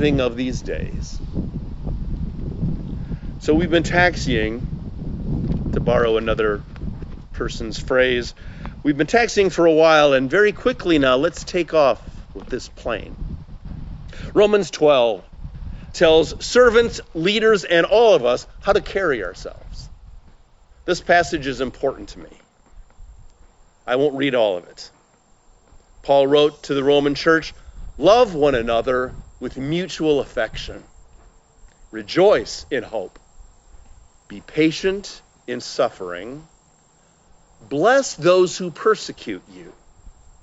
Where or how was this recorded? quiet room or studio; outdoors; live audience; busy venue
outdoors